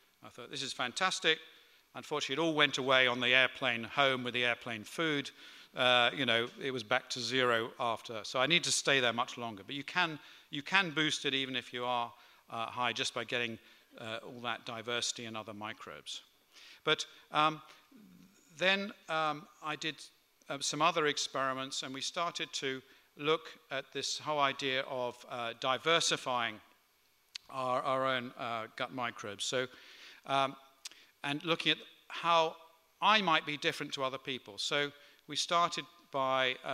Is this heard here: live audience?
yes